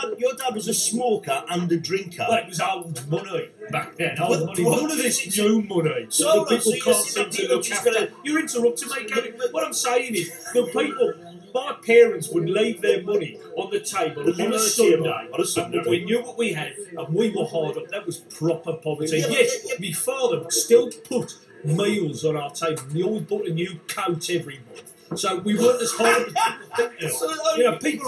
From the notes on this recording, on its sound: Another party conference special at The International Conference Centre in Birmingham.